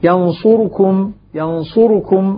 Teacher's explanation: ينصركم راء أيضا ضمة مختلسة